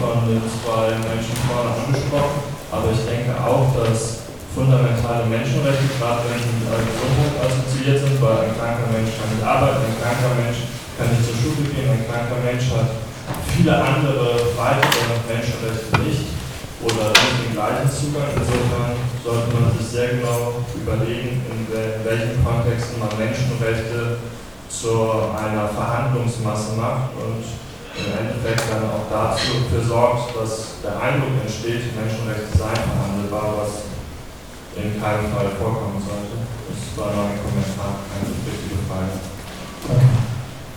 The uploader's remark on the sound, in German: Podiumsdiskussion Medinetz am 16.10. 2018 in Marburg. Mitschnitt der durch MediNetz organisierten Podiumsdiskussion.